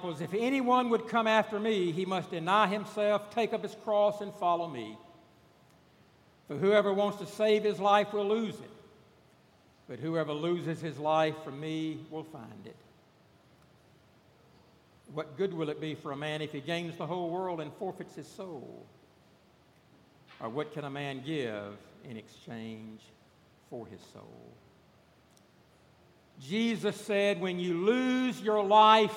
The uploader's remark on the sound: This past Sunday, September 8 at Redeemer Presbyterian Church in Charleston, SC.